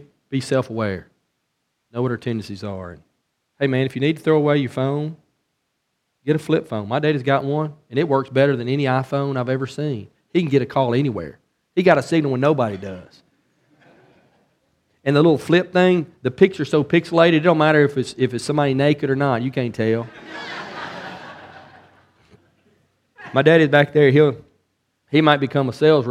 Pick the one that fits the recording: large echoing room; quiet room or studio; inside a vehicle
large echoing room